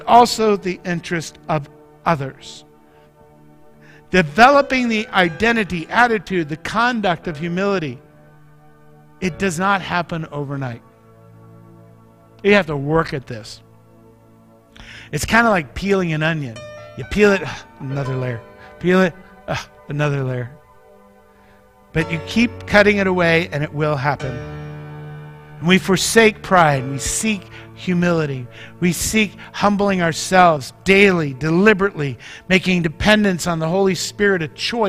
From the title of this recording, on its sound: Mt. Zion Church Live!